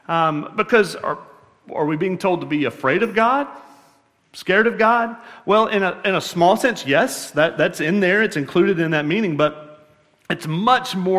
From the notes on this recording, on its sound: at Murrieta Valley Church in Murrieta, California